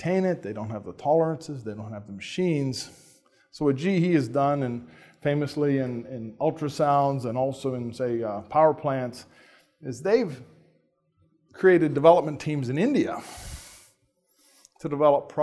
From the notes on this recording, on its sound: talk was part of the 2015 Society of Catholic Social Scientists Conference, hosted at Franciscan University of Steubenville